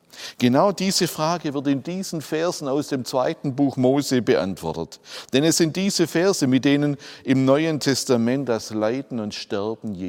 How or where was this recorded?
large echoing room